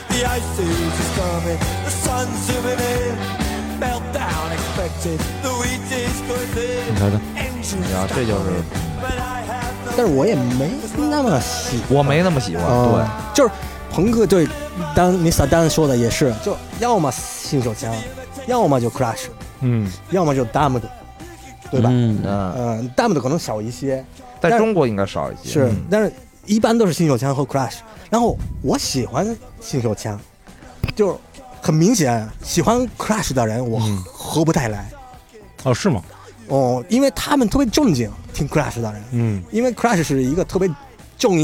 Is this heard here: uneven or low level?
no